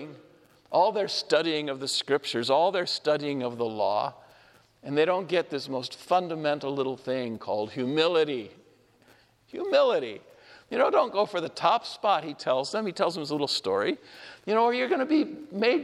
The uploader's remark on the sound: This homily was shared at Our Lady of Fatima Church in Spokane, Washington